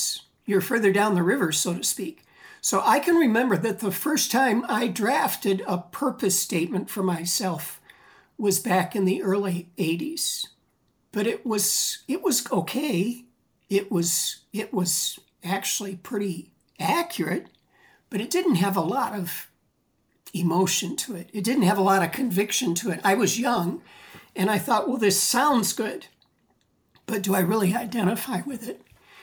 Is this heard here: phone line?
no